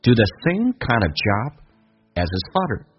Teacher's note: kind 跟 of 直接可以说成 kind， v 可以不用发音，这是一个弱化现象